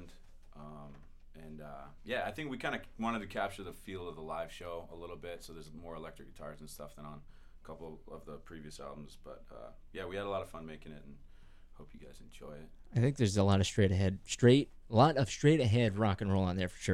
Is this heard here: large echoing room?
no